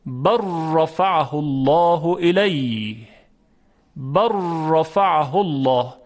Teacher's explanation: بل رفعه الله، ادغام میکنیم بر رفعه الله الیه، بر رفعه الله، یعنی از صوت لام هیچ اثری دیگه باقی نمیمونه، فقط یک راء مشدد داریم · Term: ادغام متقاربین